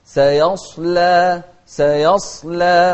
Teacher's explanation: السين مرققة والصاد مفخمة واللام أيضا مرققة